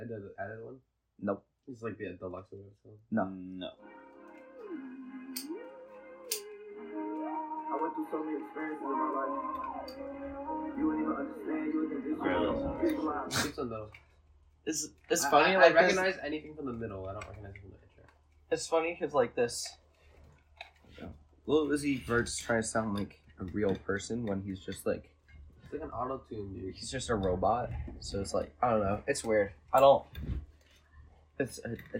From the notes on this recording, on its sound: This episode was done at home over the summer, so the audio quality was not nearly as good as when I have a better studio to work.